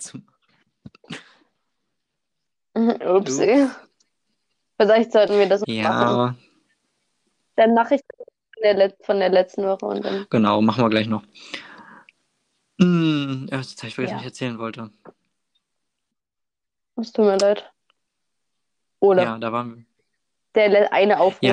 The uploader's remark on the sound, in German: tatsächlich einmal ohne technische Schwierigkeiten aber wie immer mit rotziger Internetverbindung